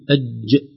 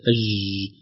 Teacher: الجيم أج محبوسة الصوت وليست أج مستمرة · Shown in: first take · Term: صفة الشدة